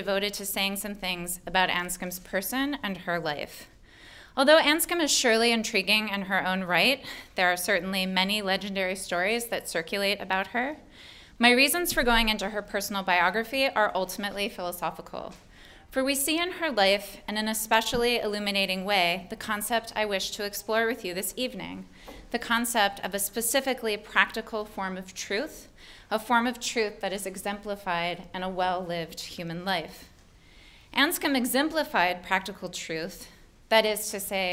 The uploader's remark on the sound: Delivered this lecture on May 10, 2018 at the University of Chicago.